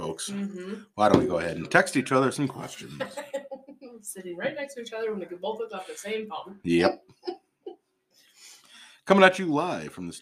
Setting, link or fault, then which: fault, poor sound quality